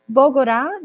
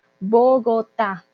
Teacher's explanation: Entonces no es Bogorá, también eso es muy importante, esa T sí se pronuncia, y la tilde en la A, por favor · Shown in: second take